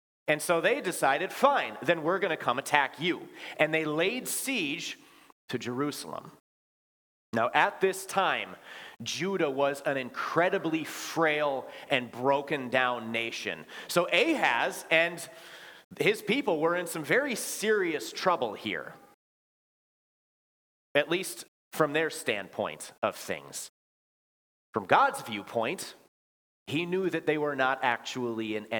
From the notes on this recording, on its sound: Bethany, Appleton, WI. Preached this sermon at Bethany's Christmas Day worship.